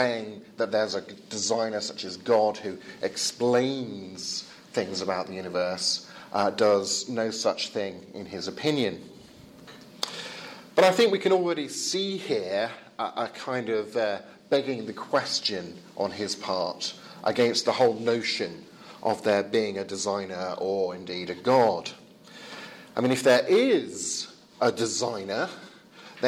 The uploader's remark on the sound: Lecture with Q&A from the European Leadership Forum 2017